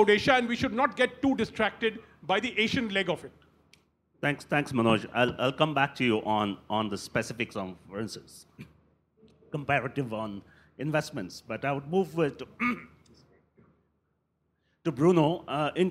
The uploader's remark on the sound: A live session from #JaipurLitFest2020.